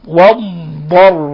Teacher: مخرج الضاد من حافة اللسان مع ما يلي من الأضراس العليا، والضاد حرف استطالة وحرف مفخم وحرف اطباق وحرف مستعلي، فلا بد من أن نضغط عليه فهو يمتد في مخرجه.